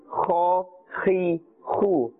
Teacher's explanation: You can hear that scraping sound, alright? Kha must be pronounced with a full mouth because it's part of the huruf musta'aliyah.